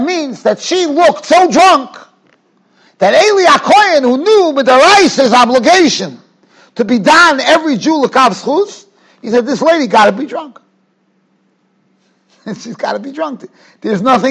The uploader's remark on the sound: Shiur recorded in Yeshivas Ohr Reuven, Monsey, NY.